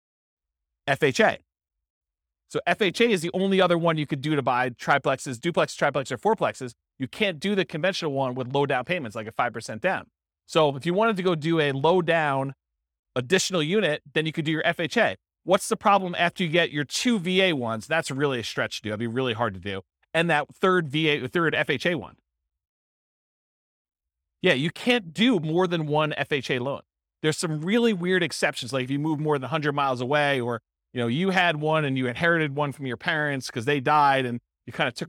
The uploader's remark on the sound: This was a live class recorded.